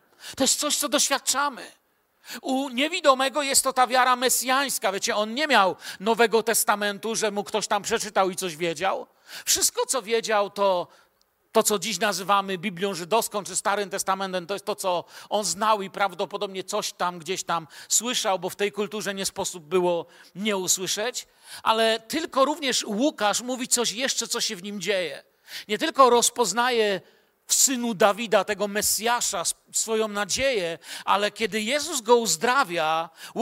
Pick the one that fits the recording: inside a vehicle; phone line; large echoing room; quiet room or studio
large echoing room